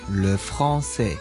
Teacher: AN 摆埋一齐咧，佢就会组成一个我哋叫做鼻化嘅元音，即系有个鼻音喺入边嘅